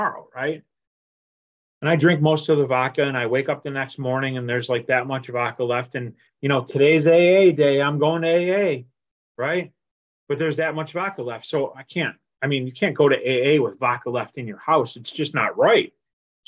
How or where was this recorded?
video call